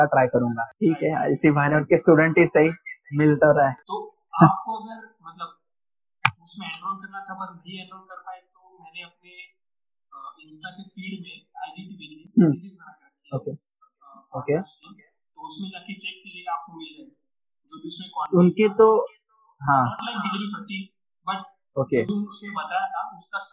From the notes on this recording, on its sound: This is extracted audio version of a live session chat. Since it's online recorded ,some minute glitch were still on board.